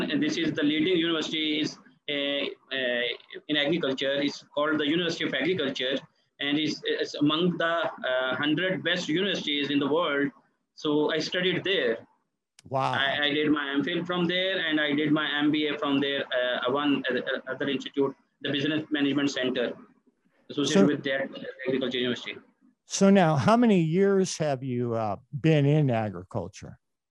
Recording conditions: video call